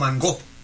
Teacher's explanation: Le ponemos el acento en la O. Y lo ponemos como un nombre agudo, que lleva acento. · Term: acento prosódico